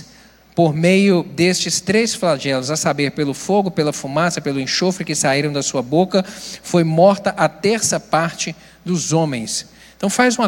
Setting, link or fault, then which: setting, large echoing room